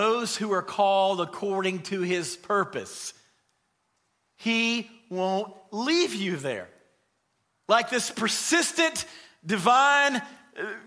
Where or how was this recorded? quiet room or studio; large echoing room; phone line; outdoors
large echoing room